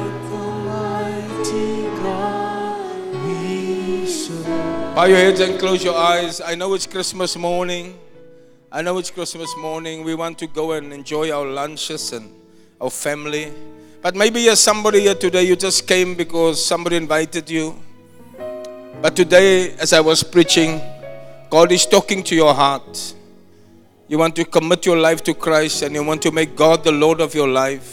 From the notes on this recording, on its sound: Preached at the Zion Sanctuary, Cape Town